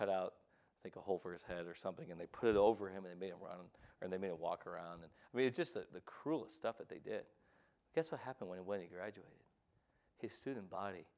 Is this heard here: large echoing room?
yes